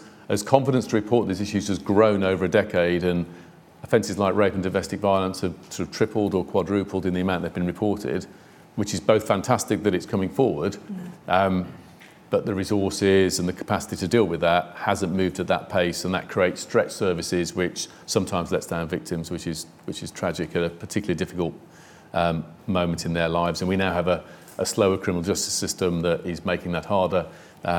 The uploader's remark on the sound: a Q&A with the in-person and online audience